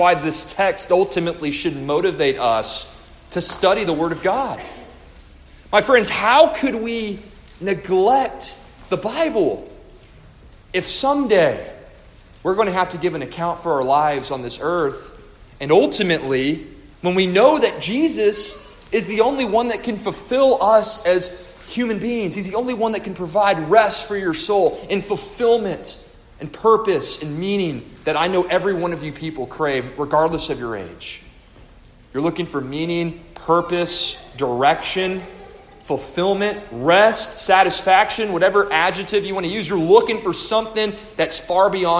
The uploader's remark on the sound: A devotional delivered to the faculty, parents, and students of the Co-Op hosted at First Baptist Church-Inez -Inez, Texas-.